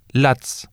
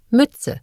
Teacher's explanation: The consonant Z and the consonant combination TZ are pronounced like the TS in nuts or the double Z in pizza.